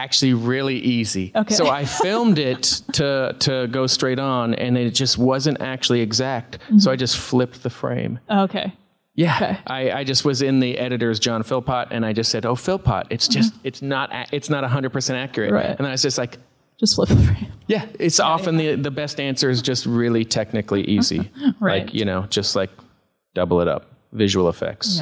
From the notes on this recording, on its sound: in a Q&A at the DGA theater in New York